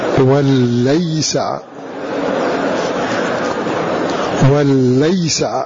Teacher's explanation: بتحريك اللام أي فتحها وتثقيلها وتسكين الياء